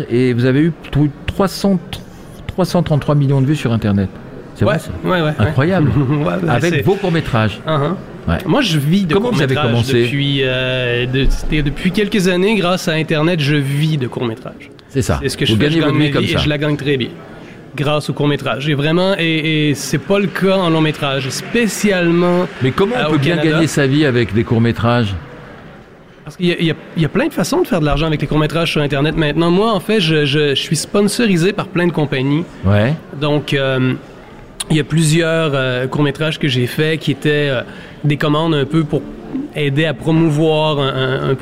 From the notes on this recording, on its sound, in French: LE GRAND LIVE SPECIAL FETE DU COURT METRAGE #1 – EN DIRECT DU CARREAU DU TEMPLE.